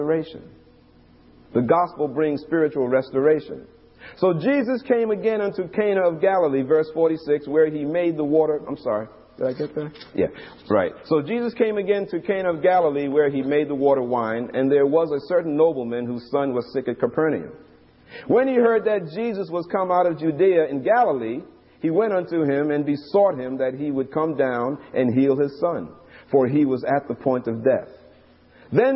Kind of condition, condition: setting, large echoing room